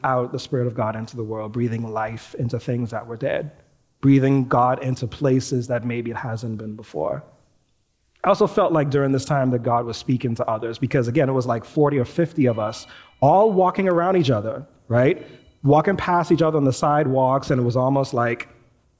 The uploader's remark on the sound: Recorded live at New Providence Community Church.